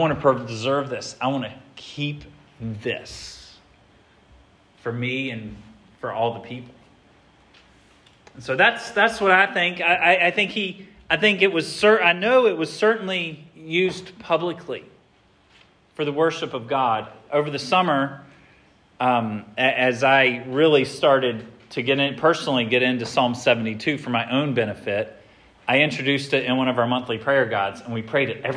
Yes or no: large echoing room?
yes